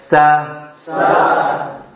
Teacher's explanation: yang memunculkan bunyi ya bukan bibir tapi ujung lidah dengan gigi seri bawah